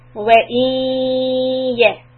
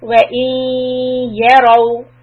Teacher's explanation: we do idgham with ghunna on ya. Hold it.